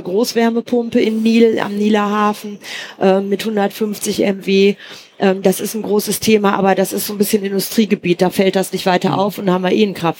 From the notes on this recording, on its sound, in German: Irgendwas mit Energie live von der E-World in Essen. Der energate-Podcast ist in dieser Woche neue Wege gegangen, nach Essen, zur ersten Live-Aufzeichnung von "Irgendwas mit Energie".